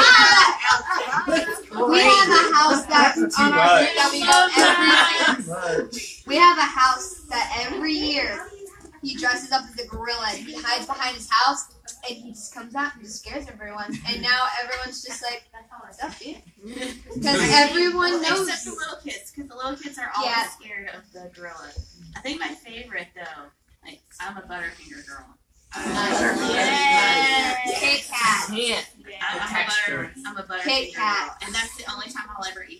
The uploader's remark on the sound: Live from our Halloween Party